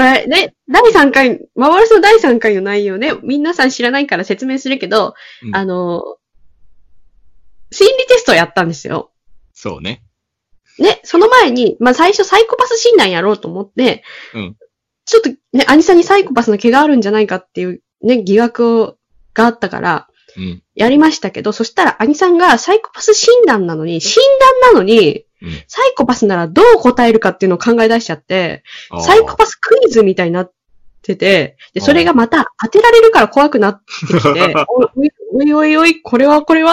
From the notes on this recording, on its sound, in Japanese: Skype録音にて収録